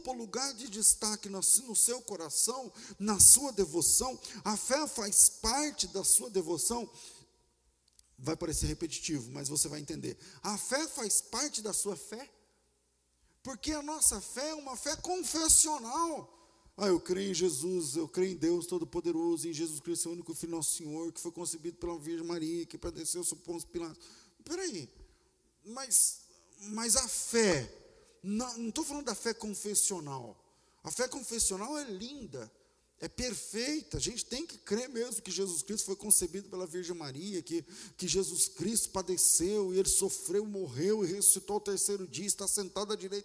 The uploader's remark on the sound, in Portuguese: Culto ao vivo